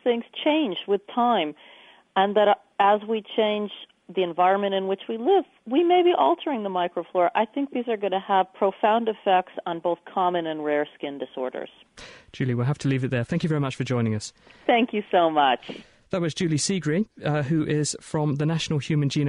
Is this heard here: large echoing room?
no